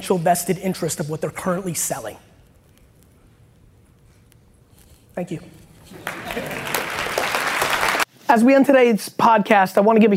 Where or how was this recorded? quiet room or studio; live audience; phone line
live audience